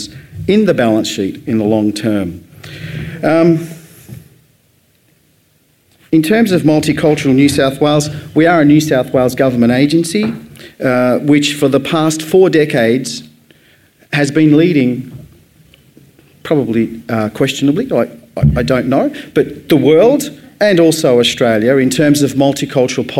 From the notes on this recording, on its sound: AdNews Podcast Live Edition. A special edition of the AdNews Podcast recorded at AdNews Live!